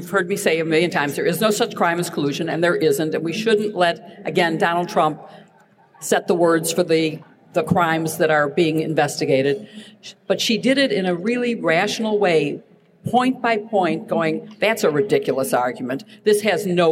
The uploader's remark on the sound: LIVE from Politicon in Nashville, Tennessee